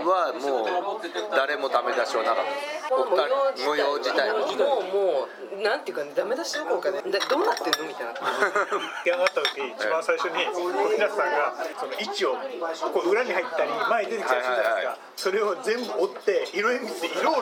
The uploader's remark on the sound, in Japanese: バルで収録したため結構ガヤガヤしてます。